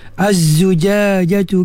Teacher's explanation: zai ini bunyi seperti lebah, bunyi berdengung macam lebah tu · Term: sifat safir